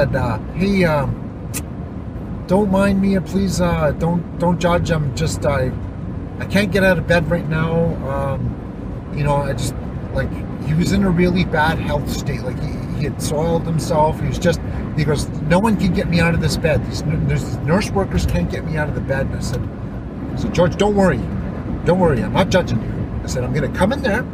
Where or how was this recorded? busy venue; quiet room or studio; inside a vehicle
inside a vehicle